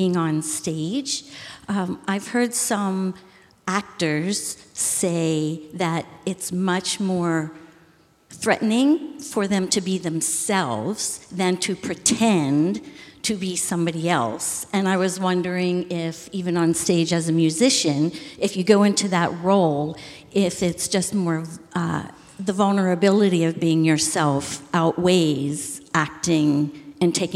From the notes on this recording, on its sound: Recorded live at the Murmrr Theater in Brooklyn, NY. Studio audience jumps in on the action with their burning questions.